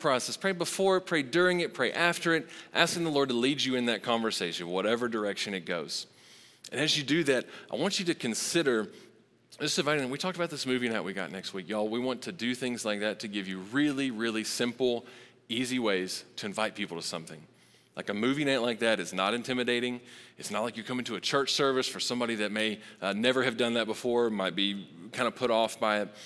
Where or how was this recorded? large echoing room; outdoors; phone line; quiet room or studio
large echoing room